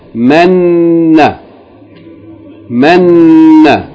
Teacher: You hold the sound of the noon because it's double, so you say men, na. Don't elongate the vowel, just hold the consonant. · Term: shadda